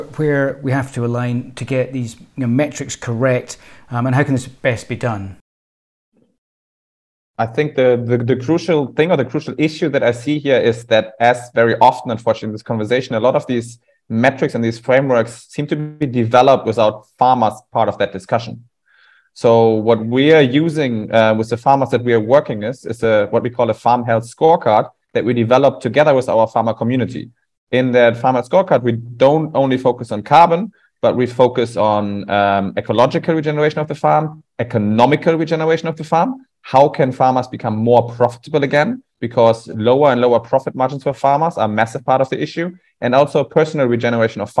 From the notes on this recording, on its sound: Please note that this is an audio recording of a webinar containing slides and presentations. This live virtual event featured updates of progress to date and deep dive into some case studies.